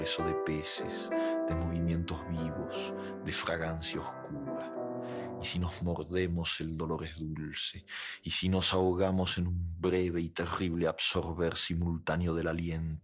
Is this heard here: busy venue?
no